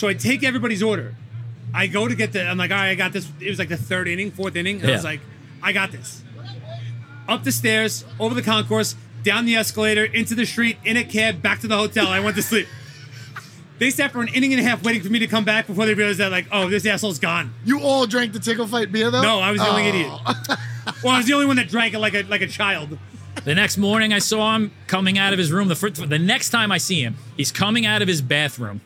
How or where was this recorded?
busy venue